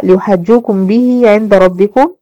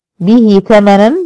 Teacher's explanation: يوجد هنا مد صلة صغرى بمقدار حركتين